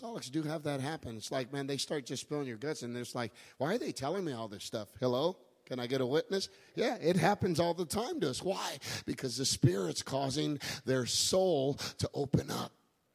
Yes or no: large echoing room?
yes